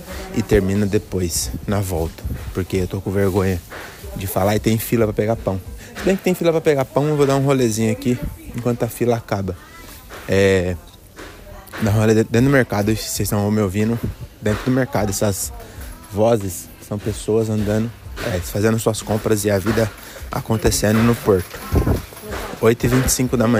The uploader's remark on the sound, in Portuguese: Episódio gravado pelas ruas de Porto, no norte de Portugal